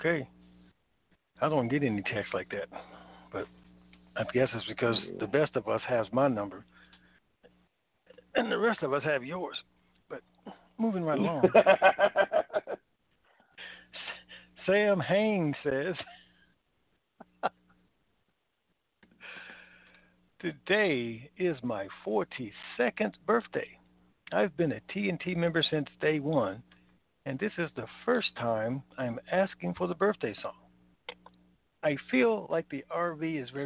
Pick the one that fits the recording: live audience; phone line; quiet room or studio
phone line